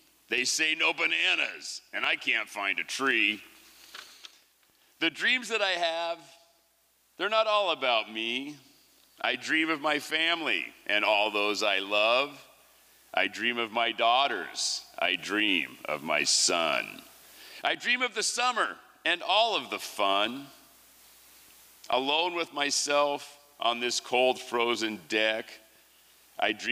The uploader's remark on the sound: 2023 FPG-Liberty Theatre-Saturday Night-First Set. Was recorded at the Liberty Theatre on Saturday, February 25th, 2023.